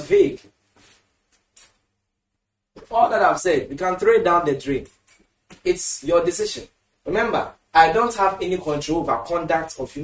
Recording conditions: large echoing room